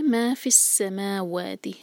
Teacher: ما اور و دونوں کو دو دو حرکا برابر برابر رکھنا ہے